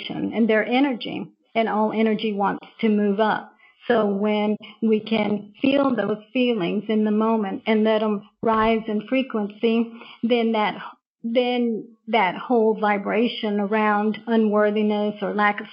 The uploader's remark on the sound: We experienced some technical challenges with the audio